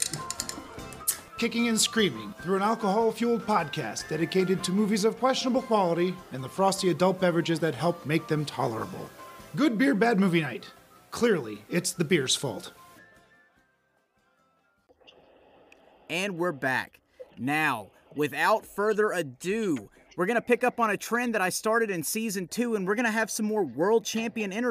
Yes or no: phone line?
yes